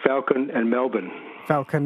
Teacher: the A in Falcon and the E in Melbourne are pronounced exactly the same way